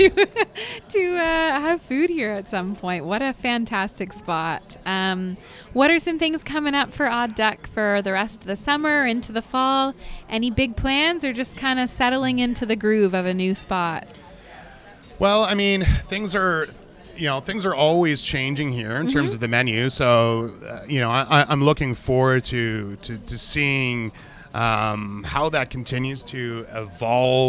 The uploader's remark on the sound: LIVE from Odd Duck Wine and Provisions. The newly opened Odd Duck Wine and Provisions restaurant and bottle shop in Downtown Kitchener.